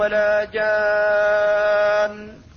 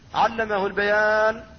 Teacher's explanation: فواصل السورة الواحدة مد لازم كلمي ومد عارض من أجل السكون فإنه يفرق بينهما فيطال المد اللازم دون العارض